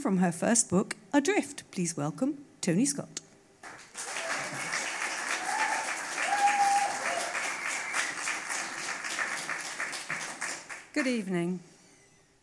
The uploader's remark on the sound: Listen to the Brixton BookJam. At our regular venue Hootananny Brixton.